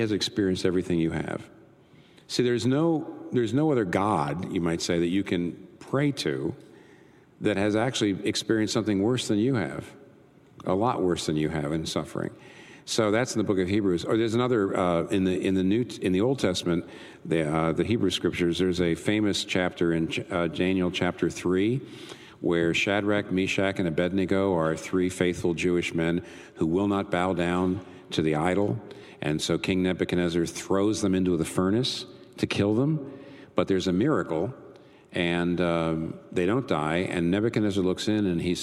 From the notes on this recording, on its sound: This Q&A session was recorded before a live audience on March 14, 2019 in New York City.